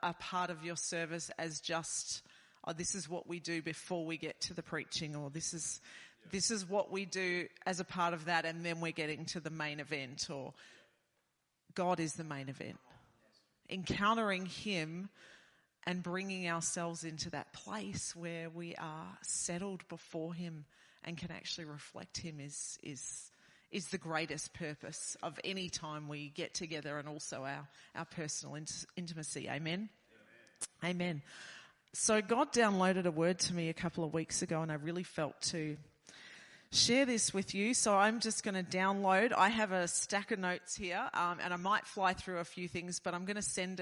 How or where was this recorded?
large echoing room